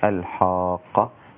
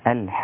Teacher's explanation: مد لازم كلمي مثقل ست حركات، والحاء رقيقة ولا تأخذ تفخيم القاف · Shown in: second take